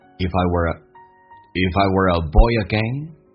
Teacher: Let's take a look.我们来看所有听力跟口语的一些秘诀。那么红色字体在这一段话当中属于非词义词汇，不被强调，用降调来发，速度快，声音小，一闪而过，还有很多的一些弱化现象。来看一下第一句话， If I were a boy again,那么这是一个虚拟语气，如果我还是一个小孩的话，意思是我回到童年。来看一下 If 跟 I 有连音叫 IfI， were 跟 a 有一个连音叫 were，而且这四个单词都是非实义词汇，不被强调的单词，用降调来发